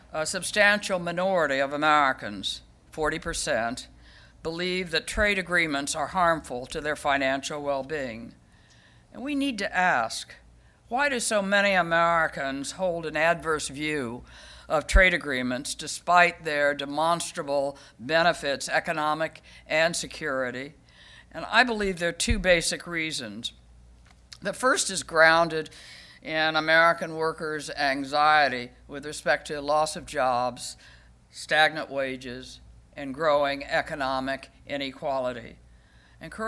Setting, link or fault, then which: setting, live audience